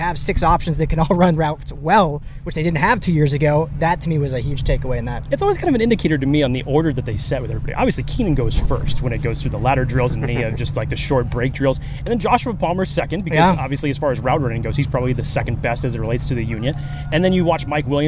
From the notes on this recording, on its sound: LIVE FROM TRAINING CAMP